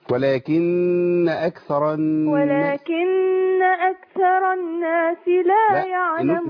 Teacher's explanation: الناس فيها نون مشددة، يبقى نريح عليها شوية ونبين الغنى